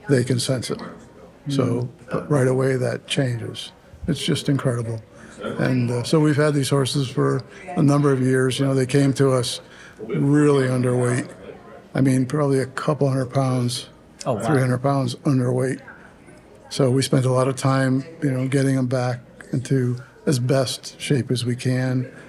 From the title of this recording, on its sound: Live From Strategies TBX23